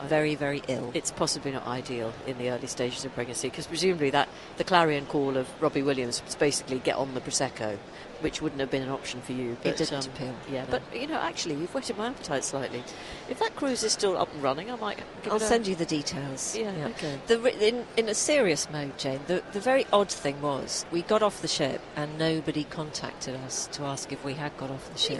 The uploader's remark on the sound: live at Destinations: The Holiday and Travel Show